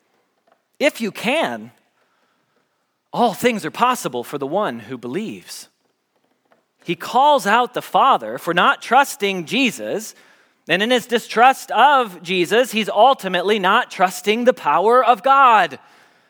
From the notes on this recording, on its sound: Message Preached at Valley Creek Church